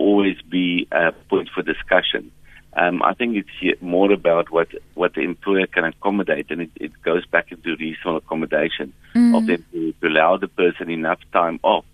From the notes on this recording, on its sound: we are joined on the line